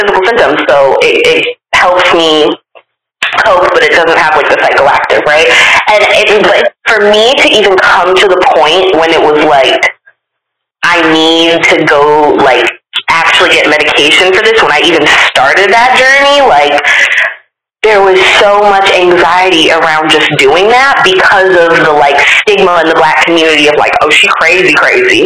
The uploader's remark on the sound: This interview is the first phone interview on Live From The Backseat, and we apologize for the audio quality in advance as we work to increase our production quality.